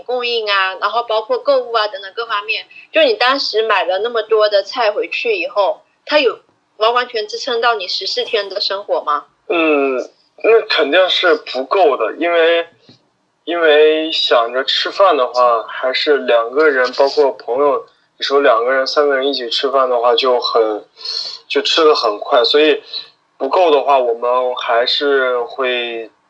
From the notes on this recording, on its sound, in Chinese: 本期【扩音器】通过电话录音完成的，音频质量可能稍微欠缺，尽请谅解